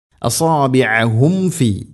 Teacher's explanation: സാക്കിന മീമിന് ശേഷം ഫാ വന്നാൽ രണ്ട് ചുണ്ടുകൾ തമ്മിൽ തട്ടിച്ച് മീമിനെ പൂർണ്ണമാക്കി ഉച്ചരിക്കണം. അസാബിഅഹും ഫി, അങ്ങനെ പറയാനുള്ള കാരണം സാക്കിന മീമിന് ശേഷം വ അല്ലെങ്കിൽ ഫ, ഈ രണ്ടക്ഷരങ്ങൾ വരുമ്പോൾ ഈ രണ്ട് ചുണ്ടുകൾ തമ്മിൽ തട്ടാനൊരു പ്രയാസം ഉണ്ടാവും, അതുകൊണ്ടാണ് അങ്ങനെ പ്രത്യേകം ശ്രദ്ധിക്കണം എന്ന് പറയുന്നത്.